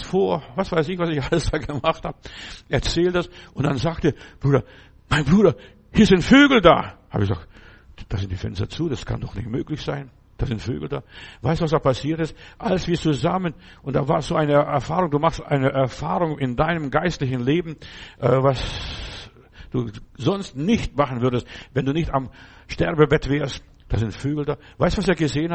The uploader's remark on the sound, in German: im Gemeinde-Zentrum in Berlin aufgenommen